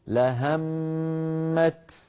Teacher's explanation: لهم الطائفة، لهم الطاء، ما يبقى من التاء أثر إلا إن وقفنا عليها، فإن وقفنا عليها نقول لهمت فننطق تاء